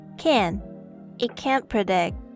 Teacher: Normally, we won't stress the T sound in can't, so the T here is silent.